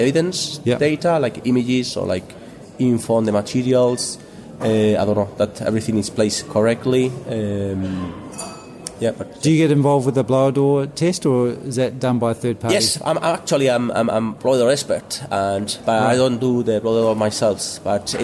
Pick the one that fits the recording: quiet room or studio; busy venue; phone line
busy venue